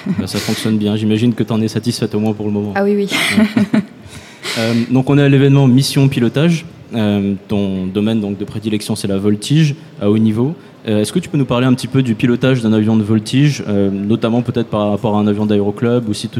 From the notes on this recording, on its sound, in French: Bienvenue sur cette série d'épisodes enregistrés en live au musée Aeroscopia à Toulouse. En scène ouverte devant le public.